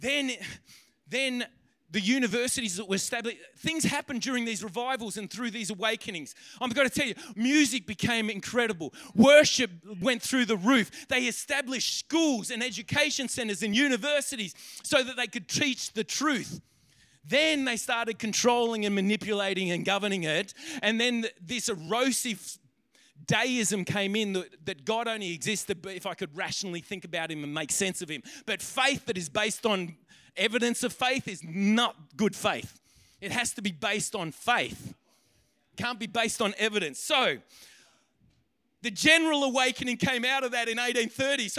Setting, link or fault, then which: setting, live audience